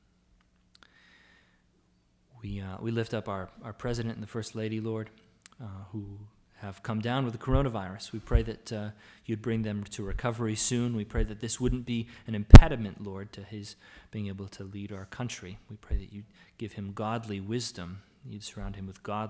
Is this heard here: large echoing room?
yes